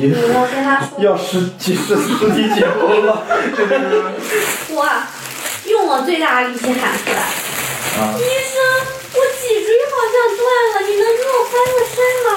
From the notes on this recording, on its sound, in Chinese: 因为这次跑团时录制的设备并不专业，再加上环境和大家散座的位置，音质会比较差，调试之后改善不大。